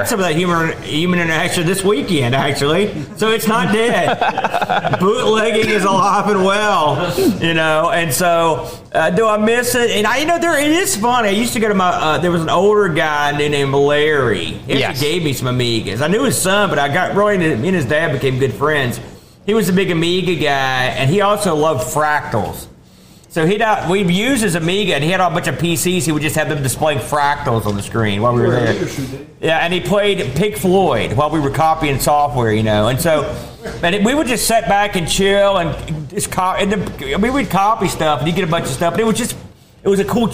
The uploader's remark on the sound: BOATFEST 2023! LIVE ON STAGE!